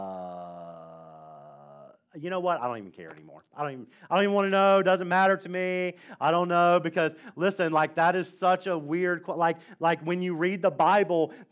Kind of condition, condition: setting, large echoing room